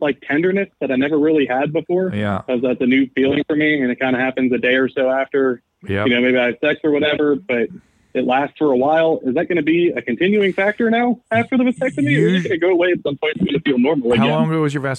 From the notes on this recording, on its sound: Before they jump into live calls.